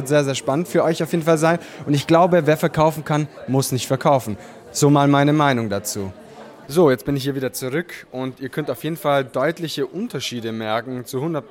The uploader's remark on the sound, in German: Hierfür habe ich kurze Live-Interviews vor Ort durchgeführt. Verschiedene Aufnahmen der Main Stage.